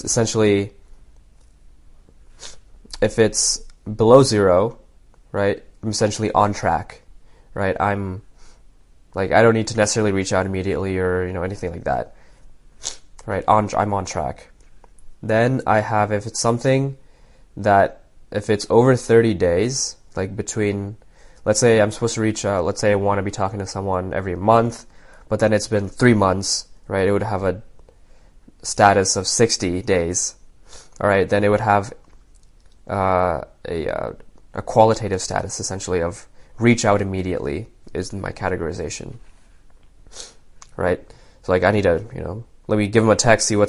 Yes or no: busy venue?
no